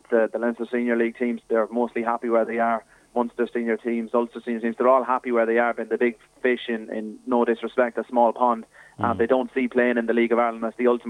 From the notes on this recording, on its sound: joined us on the phone